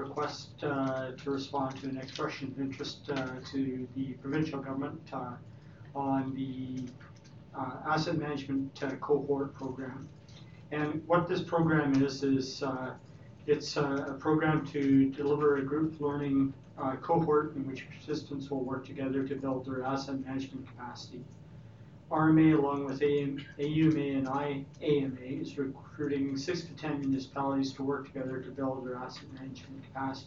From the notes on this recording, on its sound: Audio recording of the January 14, 2019 Regular Meeting of Peace River's Town Council.